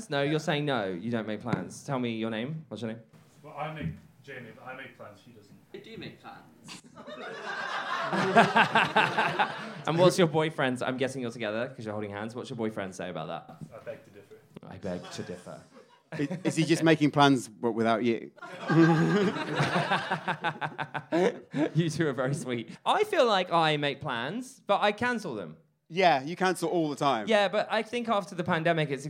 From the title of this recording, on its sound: Live in Edinburgh